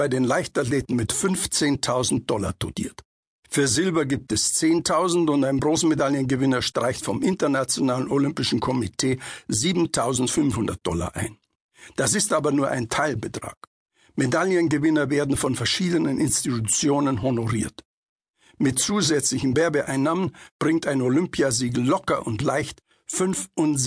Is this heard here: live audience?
no